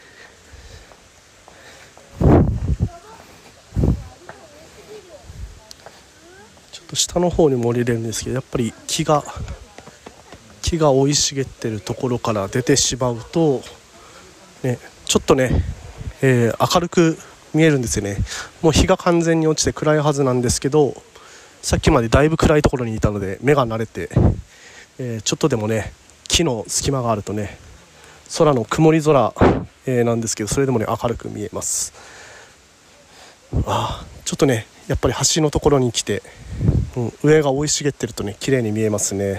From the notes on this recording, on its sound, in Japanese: ホタル観測ライドを先週日曜日に行った際の音声を公開したいと思います。